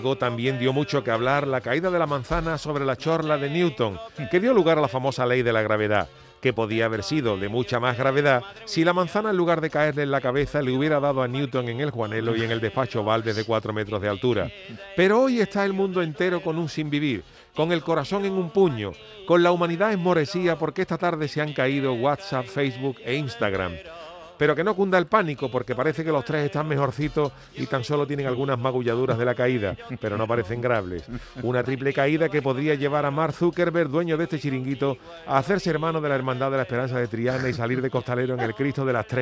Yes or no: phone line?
yes